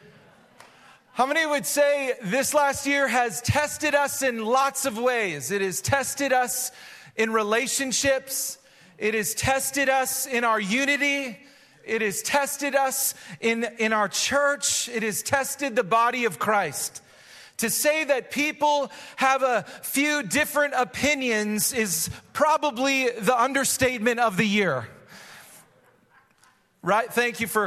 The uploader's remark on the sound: Recorded live at Hope Church in Springfield, MO.